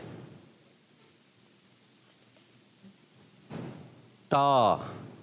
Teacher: تا زبان کی نوک اور اوپر کے دانتوں کی جڑ سے ادا ہوتے ہیں · Term: تا کا مخرج